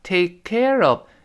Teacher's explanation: 那个 take，这个 k 又失去爆破了。k 是我们讲的舌根儿爆，这个爆破。然后后